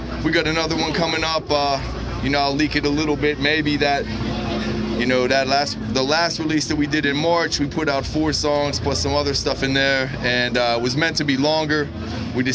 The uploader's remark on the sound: Live from This Is Hardcore 2019